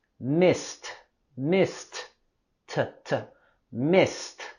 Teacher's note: Fíjate en la terminación ed en missed. Esto lo vamos a pronunciar con el sonido t.